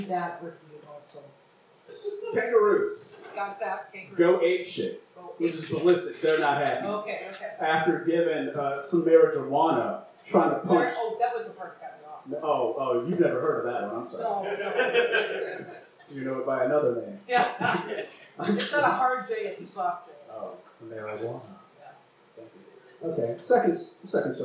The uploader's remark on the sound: Took over hosting duties and recorded the show with her phone. The quality isn't great, we admit.